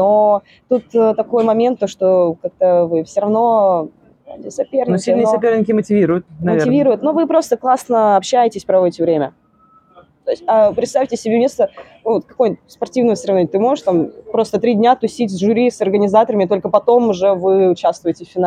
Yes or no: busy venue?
yes